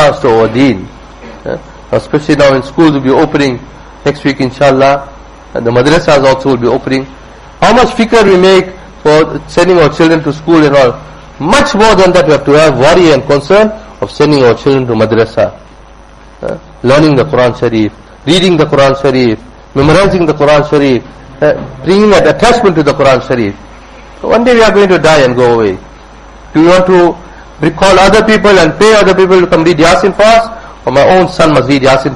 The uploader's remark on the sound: Jumuah Lecture at Musalla Musab bin Umayr